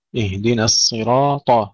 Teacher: ثم أيضا يكثر الخطأ هنا بتفخيم النون، اهدنا، اهدنا الصراط، وهذا بسبب مجاورة الصاد المفخمة بعدها، فنرقق النون ونفخم الصاد، اهدنا الصراط، وأيضا ننتبه إلى تفخيم الصاد ولو كانت مكسورة